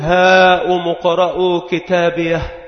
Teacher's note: وهذه الهاء التي هي للوقف والسكت عندما تقف عليها تكون مهموسة كما هو معلوم في أحرف الهمس، فحثه شخص سكت فيقول هاء مقرأ كتابيه، وفيها من إخراج النفس راحة واستقرارا ما فيها، هاء مقرأ كتابيه، فكأنه وصل إلى المرفأ الآمن. · Term: هاء السكت